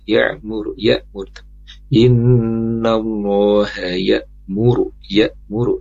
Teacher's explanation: hamzah itu maksudnya di aqsal halqi, di bagian dalam tenggorokan ya. Ya, sampai naik ke atas di postul halqi ya. · Term: hamzah sukun